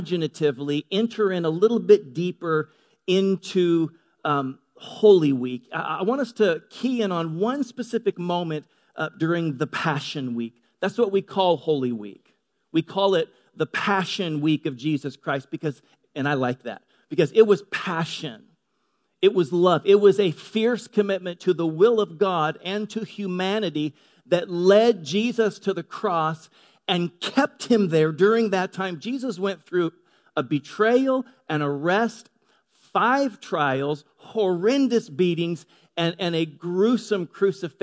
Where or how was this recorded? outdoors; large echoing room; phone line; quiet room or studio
large echoing room